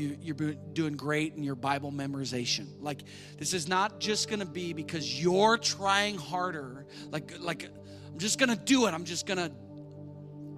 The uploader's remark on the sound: spoke live at our church.